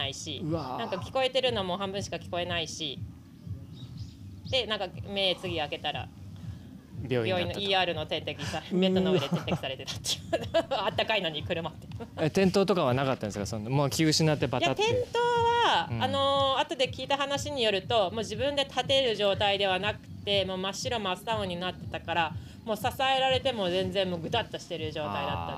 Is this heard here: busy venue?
yes